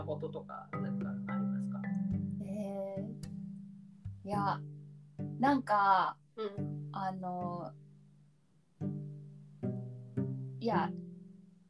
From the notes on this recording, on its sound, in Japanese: 初回のためボリューム調整もままならず、お聞き苦しい点もありますが